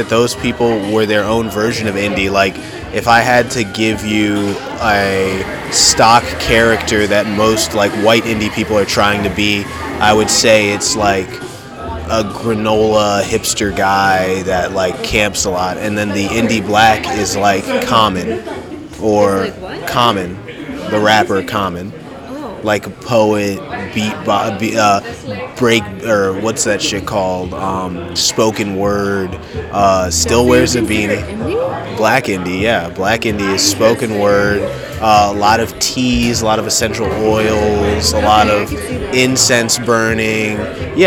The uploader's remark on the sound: All live from a few different coffee shops in Downtown Royal Oak, Michigan. Sorry if the background noise is too loud.